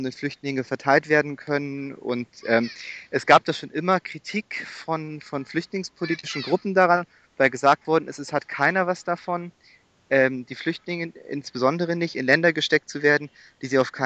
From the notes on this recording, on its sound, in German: Telefoninterview